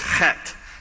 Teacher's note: And the TH is actually a hard T, so it's chet.